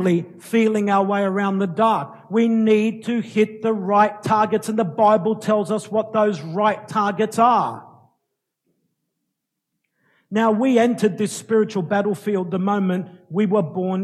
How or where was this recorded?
large echoing room